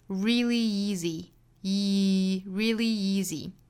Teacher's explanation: Really 和 easy 连读加 y.